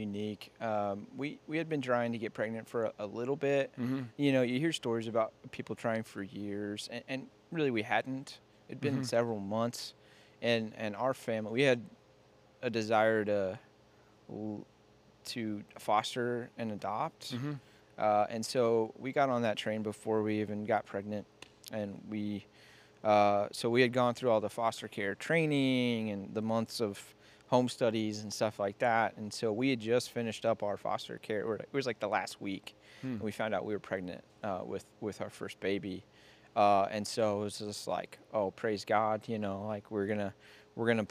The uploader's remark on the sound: Recorded at Proximal Strength, a CrossFit gym in Springfield, MO.